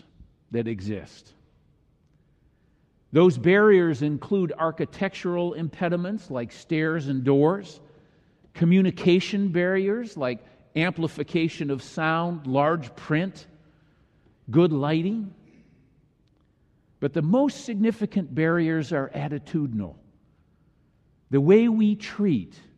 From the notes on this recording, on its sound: delivered during the Traditional Worship service.